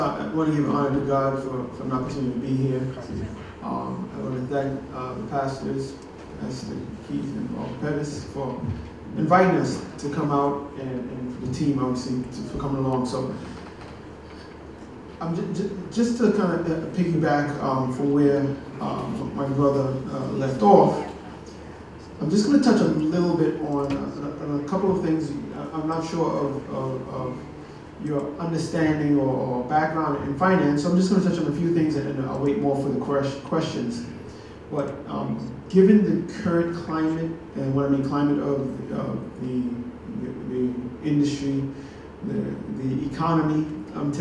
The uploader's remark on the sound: A live financial seminar hosted by Truth Center Ministries. This recording also includes the live question and answer session held at the end of the seminar.